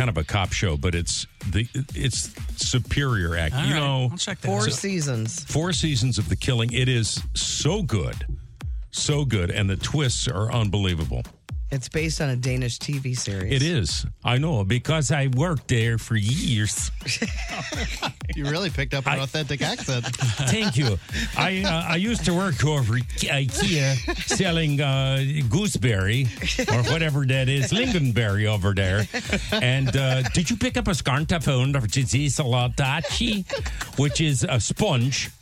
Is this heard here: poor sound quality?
no